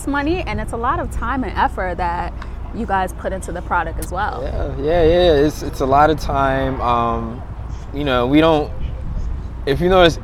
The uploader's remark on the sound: This episode was recorded outside on the streets of Brooklyn, NY. What you hear are the raw sounds of New York City.